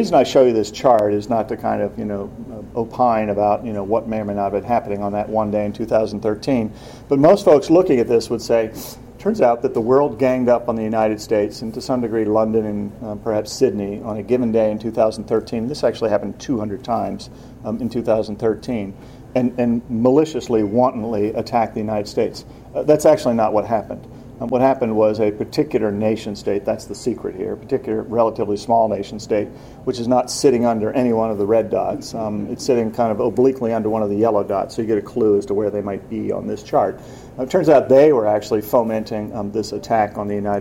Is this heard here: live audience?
yes